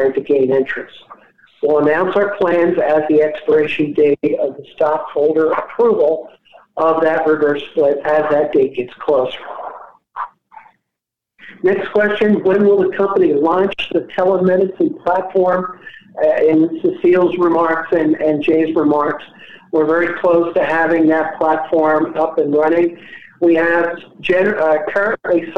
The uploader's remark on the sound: Progressive Care Shareholder Conference Call May 2021